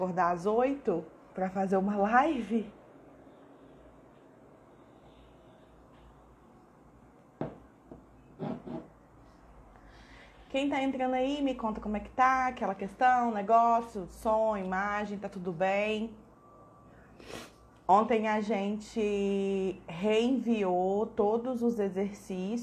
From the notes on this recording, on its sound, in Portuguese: O áudio deste episódio foi extraído de uma live no meu Instagram.